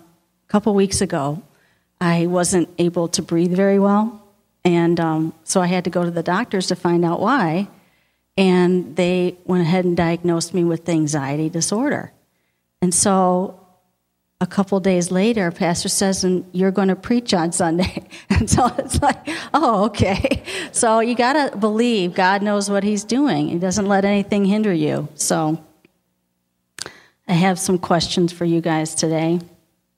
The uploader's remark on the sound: Audio podcast of the 11am Sunday morning sermon. At Victorious Life Church on February 12, 2017.